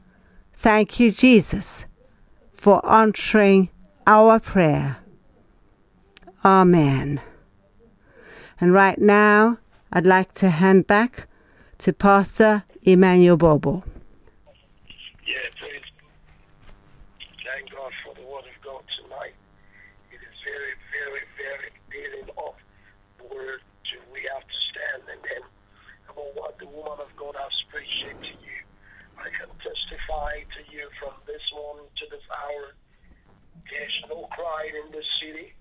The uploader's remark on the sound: Speaking via phone to group in Sierra Leone.